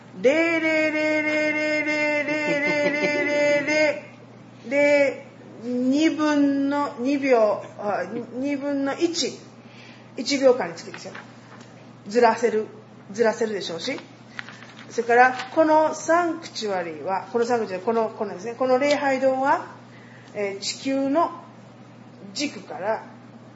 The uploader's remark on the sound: was preached at Matsuyama Kyokai (Mastuyama Church), in Matsuyama, Japan